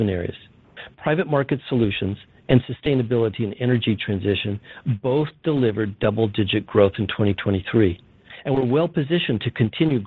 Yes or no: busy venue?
no